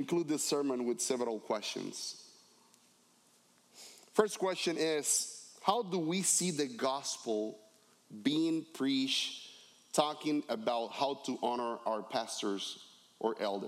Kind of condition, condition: setting, large echoing room